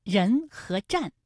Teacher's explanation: 人的前鼻韵母是恩，战的前鼻韵母是安 · Term: 前鼻音